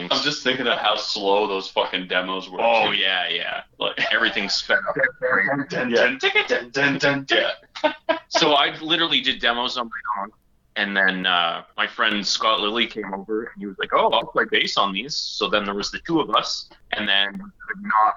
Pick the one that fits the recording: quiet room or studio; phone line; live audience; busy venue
phone line